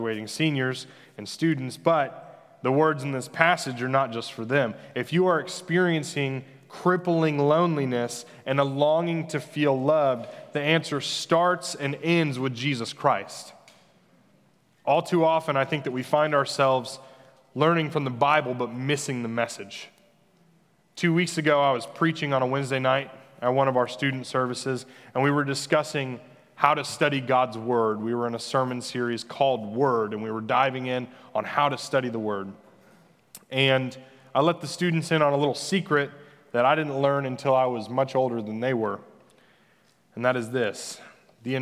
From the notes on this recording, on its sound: Senior Recognition Sunday at The Fellowship at Two Rivers. Recorded live on Sunday, May 23, 2021.